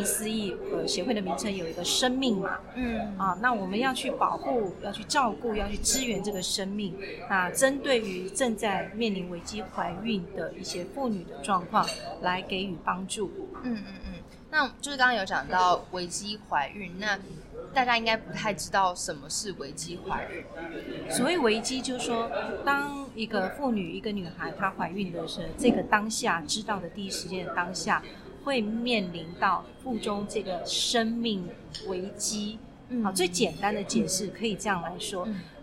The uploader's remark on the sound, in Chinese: 本次錄音空間較多雜音，音質不佳還請多多包涵